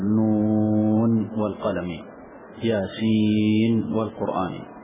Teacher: ونون وياسين لا تضغم عند الوصل فيما بعدها بل تقف عليه بالسكون، تقول نون والقلم ياسين والقرآن، حتى لو بعدها حرف مد، حتى لو بعدها حرف غنة لكن لا يضغم.